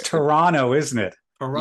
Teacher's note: The second T is silent.